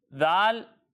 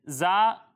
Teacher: جب ہم زا کی ادائیگی کریں گے تو اس میں سیٹی کی آواز آئے گی · Shown in: second take · ۔ جی، زا میں سیٹی کی آواز آئے گی، باقی دونوں میں سیٹی کی آواز نہیں آئے گی۔